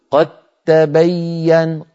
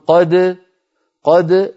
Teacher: أدغمنا الدالة في التاء فصار النطق بتاء مشددة لا يبقى للدال أثر · Shown in: first take · لما؟ لأن الدال والتاء من مخرج واحد وهما حرفان متجانسان، عملا بقول إمامنا الجزري الذي مر معنا وأولي مثل وجنس إن سكن أدغم.